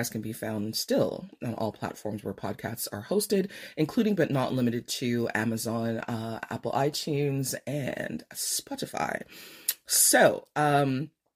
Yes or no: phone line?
no